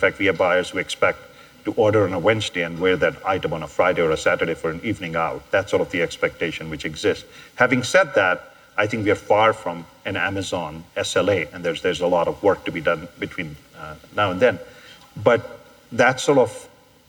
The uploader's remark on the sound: Live at An Evening With Code Commerce. In this episode, you'll hear two interviews from the latest edition of An Evening With Code Commerce in Las Vegas.